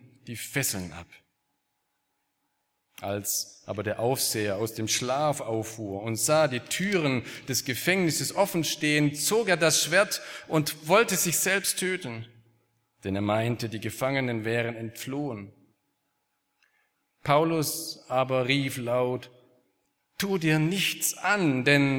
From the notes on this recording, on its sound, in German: Aus dem Gottesdienst der Liebenzeller Mission.